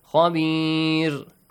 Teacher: Ra shouldn't be pronounced with a heavy sound because there is a kasra sound before